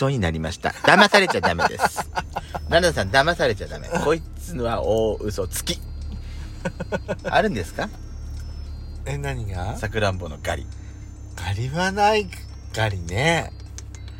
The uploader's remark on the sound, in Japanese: パーキング収録